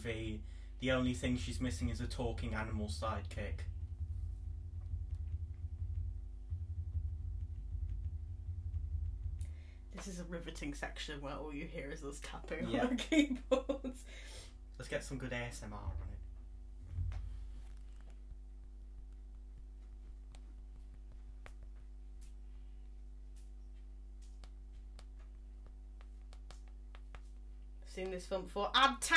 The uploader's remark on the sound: In this makeshift podcast. Sorry for any rubbish sound/camera quality, we aren't professionals......yet!